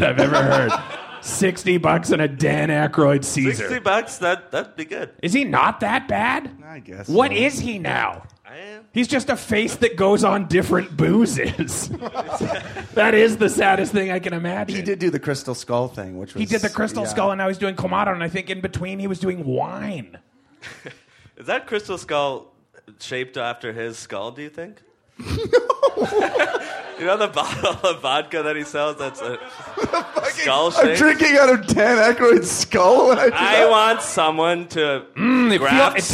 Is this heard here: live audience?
yes